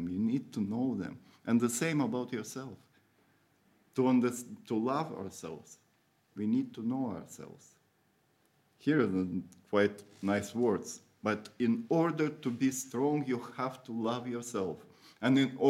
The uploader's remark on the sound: Audio from a sermon in Hatch End